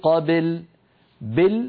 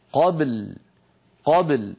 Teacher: نقلقل الباء ساكنة ونتبعها بلام ساكنة · Shown in: second take